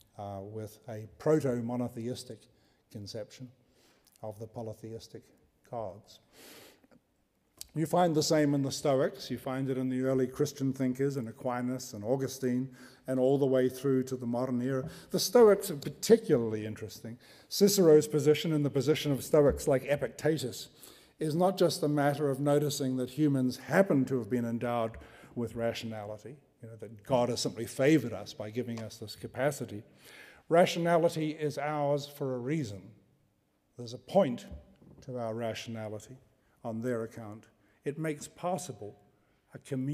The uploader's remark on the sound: Delivers the third in the 2015 Gifford Lecture series. Recorded on 29 January 2015 at the University of Edinburgh's Playfair Library.